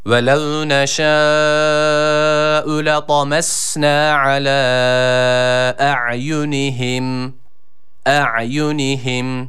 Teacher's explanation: Boğazımızı burada yine sıkıyoruz ve bu ayn harfini çıkarmaya gayret ediyoruz.